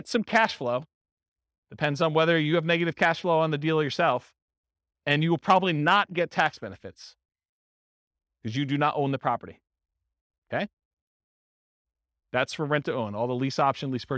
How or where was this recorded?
live audience